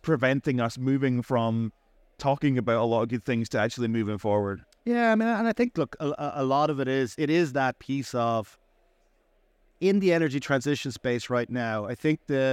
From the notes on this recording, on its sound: Recorded live at ADIPEC 2023